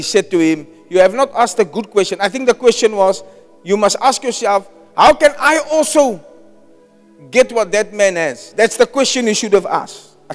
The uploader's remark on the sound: Preached at Zion Sanctuary, Cape Town on the 14th January 2024